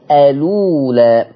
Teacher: بشيل الهمزة واخد حركتها وحطها على حرف الساكن اللي قبلها والحرف الساكن اللي قبلها اللي هو اللام والهمزة كانت مضمومة في · Term: النقل